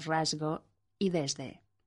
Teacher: Esta S sonora, signo fonético Z, no se oye en español actual, sino por accidente en voces como rasgo y desde.